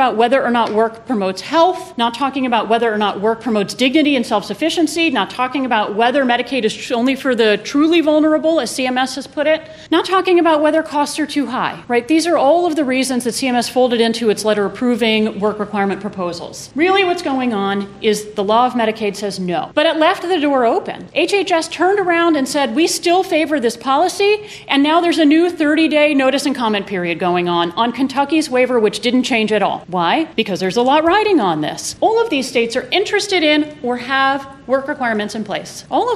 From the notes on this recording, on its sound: These four episodes were recorded at the 2018 SEALS conference. Four of us got together as a panel to discuss Healthcare in the Era of the Trump Administration. This was a panel, not a typical studio recording.